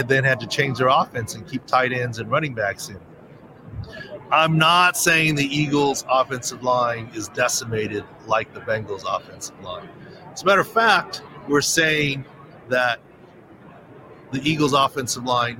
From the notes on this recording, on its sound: Super Bowl LVII Preview: LIVE from Radio Row. Reports LIVE from the infamous "Radio Row" leading up to Super Bowl LVII in Glendale, Arizona.